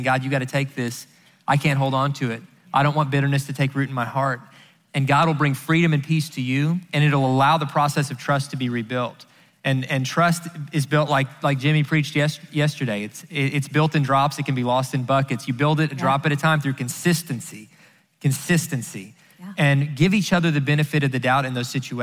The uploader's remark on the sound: answer questions live at the XO Conference 2019